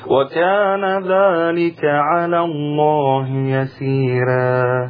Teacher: يبقى ورش بيرقق كل راء مفتوحة قبلها ياء مادية. · Term: يرقق الراء